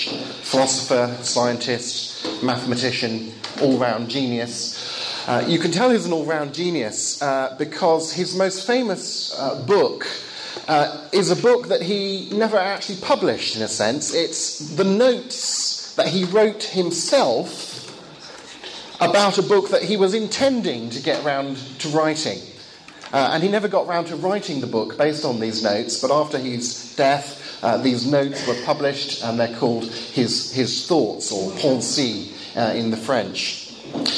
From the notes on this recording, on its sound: Lecture given in Bulgaria, 2014.